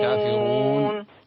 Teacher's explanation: انتبه إلى الكسرة وفخم الراء في كافرون . وهم بذكر الرحمن هم كافرون. كافرون. خلق الإنسان من عجل